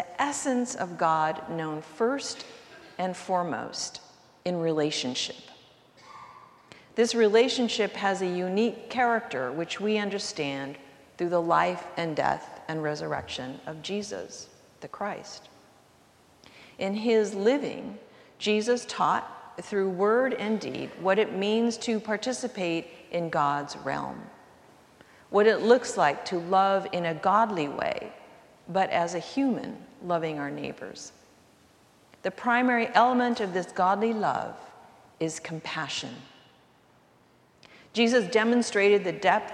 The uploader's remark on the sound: recorded live at the 10:00am service